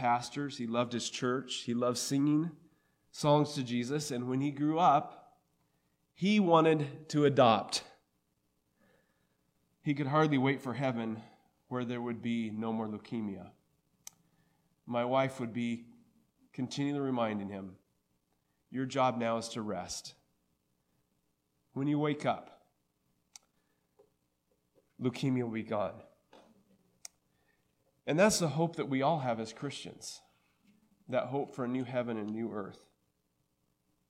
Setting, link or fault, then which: setting, large echoing room